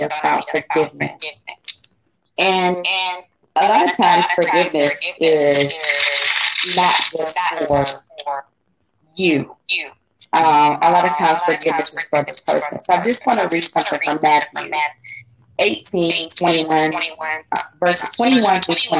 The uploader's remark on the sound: Please listen and forgive the audio..its definitely a learning process..